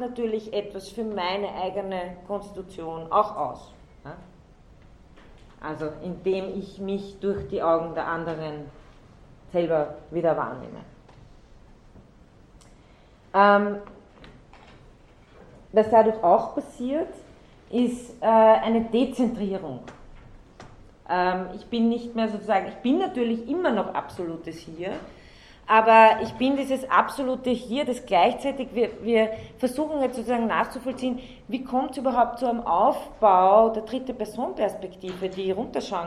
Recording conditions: large echoing room